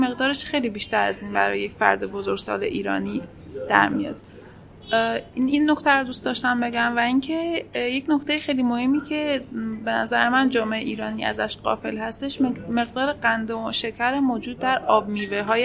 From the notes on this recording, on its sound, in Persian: این پادکست رو توی یک کافه در شهر تهران ضبط کردیم، برای همین صداهایی توی پسزمینه میشنوید.